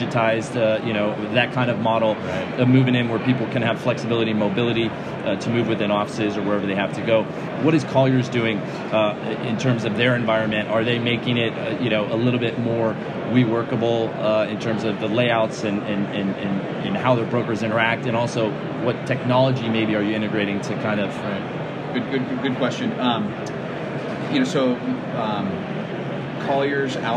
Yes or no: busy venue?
yes